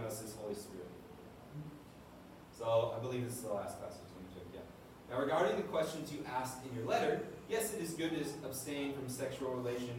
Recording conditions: poor sound quality